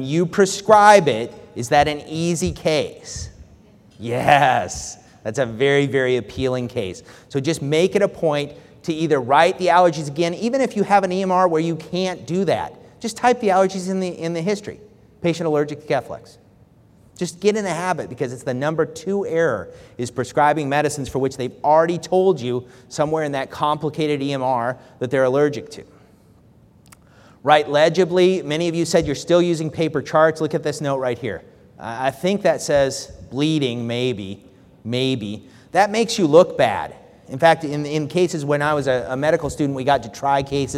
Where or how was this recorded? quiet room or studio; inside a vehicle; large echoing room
large echoing room